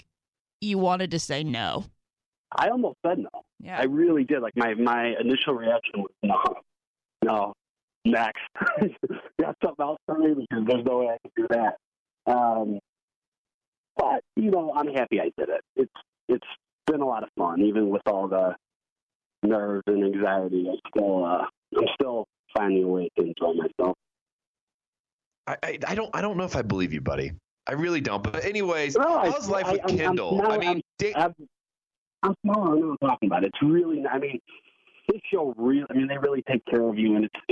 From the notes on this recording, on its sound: calls in live from the Dancing with the Stars set, moments before he takes the stage!